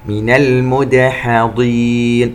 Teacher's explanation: نقلقل الدال وننتبه إلى ترقيق الحاء